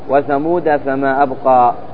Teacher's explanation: قال عند الوقف على كلمة ثمود تقف بحذف الألف وسكون الدال، وفي الوصل تقرأ وثمود بفتحة فقط على الدال